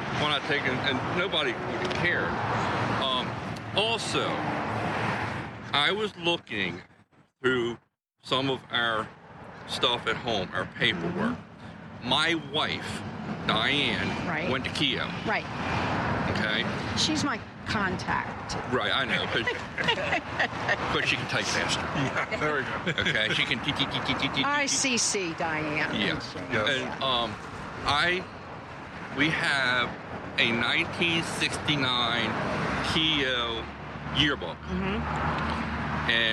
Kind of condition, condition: setting, outdoors